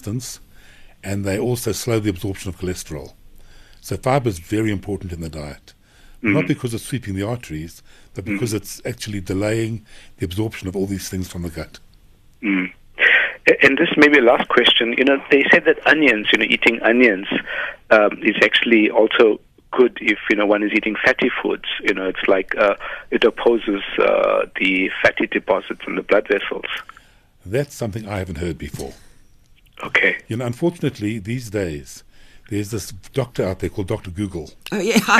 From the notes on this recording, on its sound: PHONE-IN